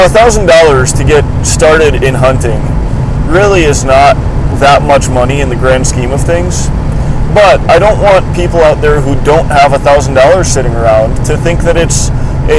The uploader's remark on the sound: I do apologize for this being another episode recorded in my car, which makes it tougher to control audio and production quality.